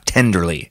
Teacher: one stressed and then two unstressed syllables · Term: dactyl